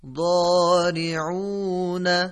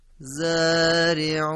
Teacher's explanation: کناره زبان با دندانهای آسیا و به صورت درشت و پرحجم تلفظ میشه · Shown in: first take